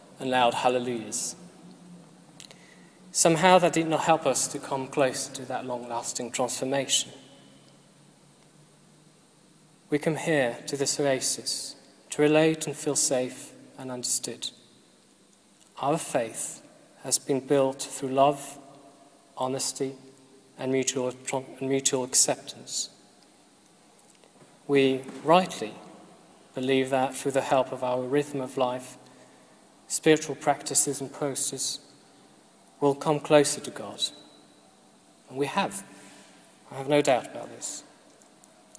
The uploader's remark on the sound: This was recorded at the Moot Eucharist at the Guild Church of St Mary Aldermary 17th June 2012.